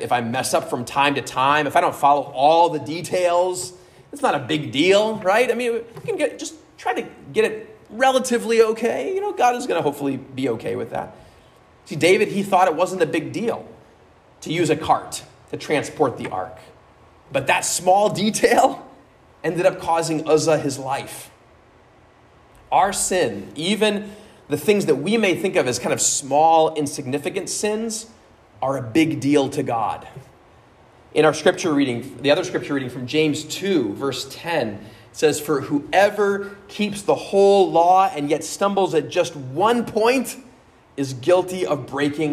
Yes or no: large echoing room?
yes